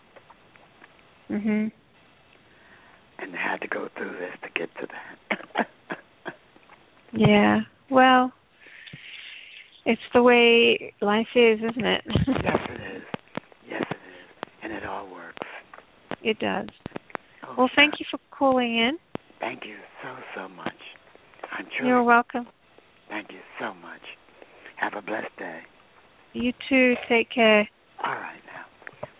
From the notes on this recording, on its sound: Takes your calls for healing live today!